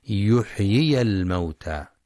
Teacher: ينتبه القارئ لبيان الياء المكسورة والياء المفتوحة وصلا، يحيي الموتى، أو المدية الساكنة وقفا يحيي، فلا تختلس الحركة ولا تسقط الياء.